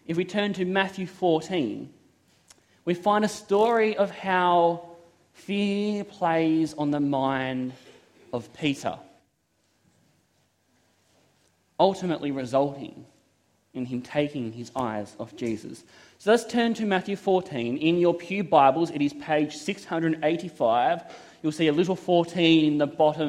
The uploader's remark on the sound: This is a sermon I preached at Toronto SDA Church.